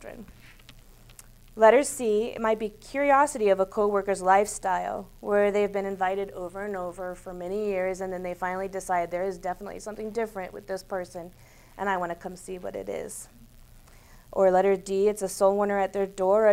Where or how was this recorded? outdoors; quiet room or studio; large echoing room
large echoing room